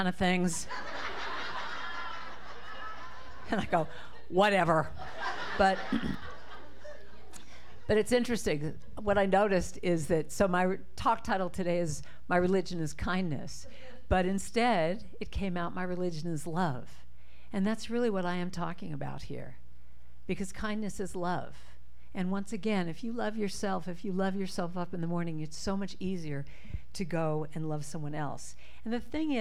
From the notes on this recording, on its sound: This talk was recorded live at the Center for Spiritual Living Prescott on October 29, 2023.